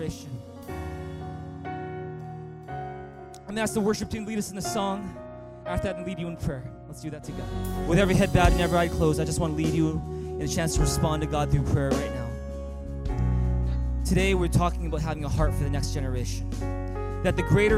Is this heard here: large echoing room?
yes